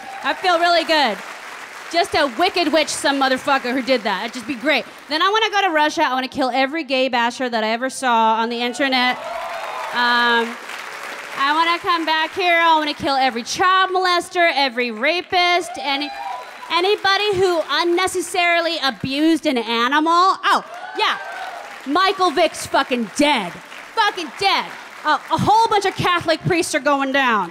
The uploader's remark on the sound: Performs in front of a live audience in this provocative and hilarious comedy special event.